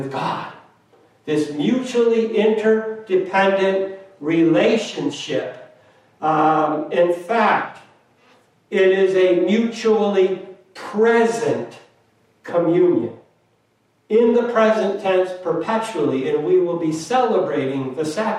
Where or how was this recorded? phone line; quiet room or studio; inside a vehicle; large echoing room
large echoing room